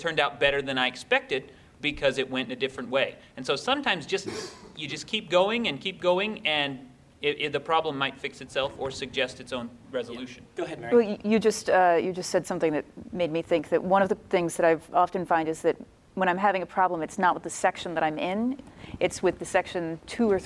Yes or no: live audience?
yes